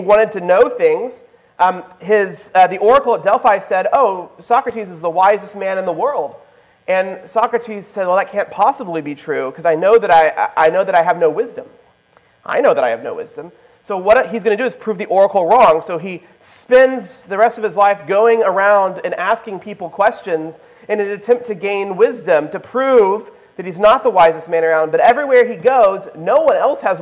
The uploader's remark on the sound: This is the presentation I gave at the Society for Classical Learning Conference in June 2023.